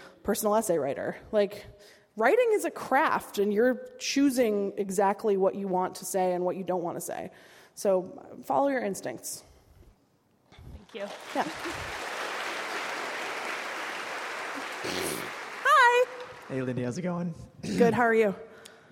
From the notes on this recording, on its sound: At Seattle Town Hall. Speaks to a Town Hall Seattle audience on May 25.